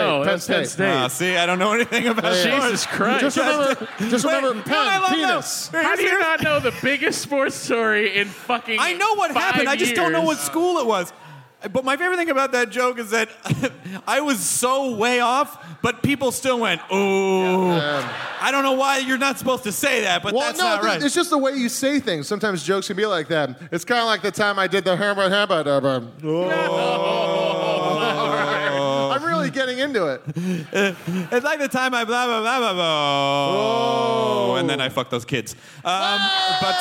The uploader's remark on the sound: Recorded on March 30, 2012 at The Varsity Theater in Minneapolis.